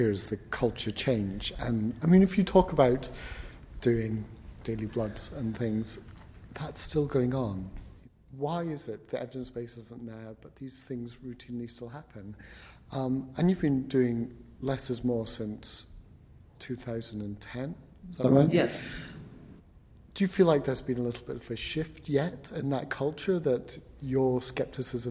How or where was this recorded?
busy venue